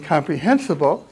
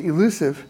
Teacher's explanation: D changes to what we write as an S and what we pronounce as an S in comprehensible and pronounce as an S in elusive.